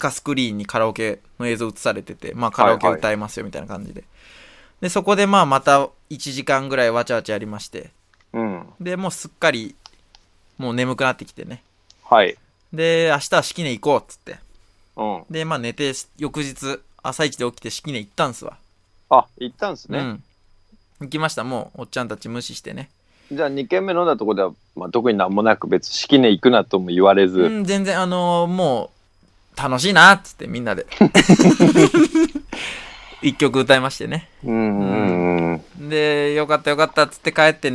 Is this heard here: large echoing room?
no